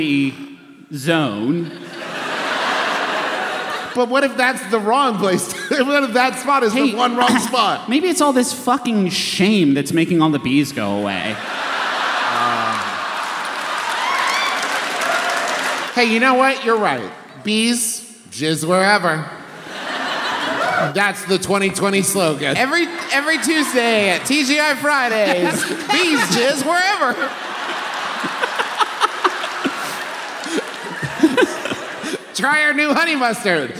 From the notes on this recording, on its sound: Another live show from our most recent tour: Our maiden voyage to the good city Philadelphia.